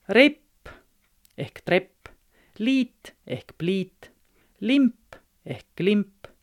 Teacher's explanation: sõna alguse kaasääliku ühendist on edimene kaasäälik enambiste kadunu